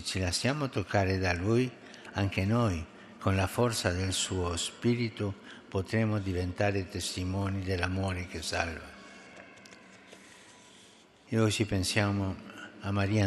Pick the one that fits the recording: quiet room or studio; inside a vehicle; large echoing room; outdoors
large echoing room